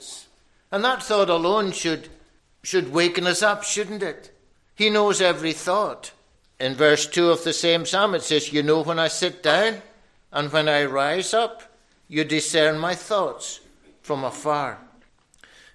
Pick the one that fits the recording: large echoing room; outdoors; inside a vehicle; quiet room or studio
large echoing room